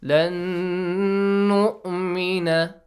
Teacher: we have to apply the rule idgham with ghunna, with a nasal sound